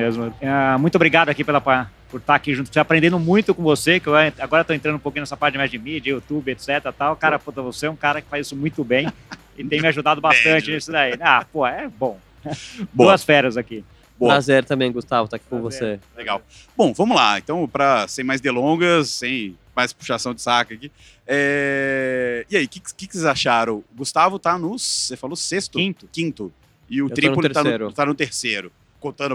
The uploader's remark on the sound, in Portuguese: Gravado diretamente do Web Summit em Lisboa.